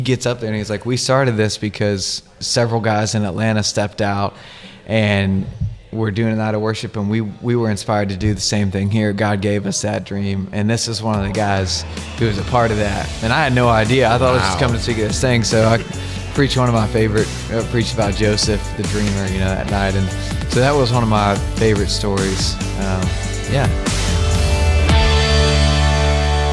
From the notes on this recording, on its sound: Thanks to Station Coffeehouse for letting us use your beautiful space to record!